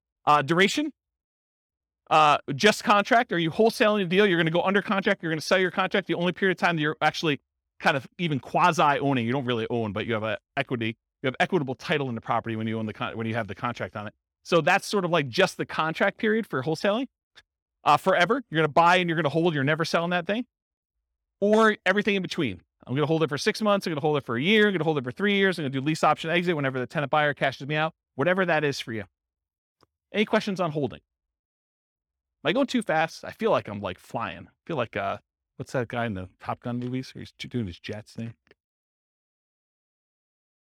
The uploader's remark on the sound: Real estate entrepreneurs in Tucson, Arizona. This was a live class recorded to give investors a solid qualitative overview of all the different real estate investing strategies.